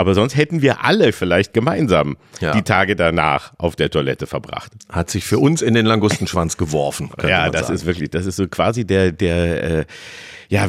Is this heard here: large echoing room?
no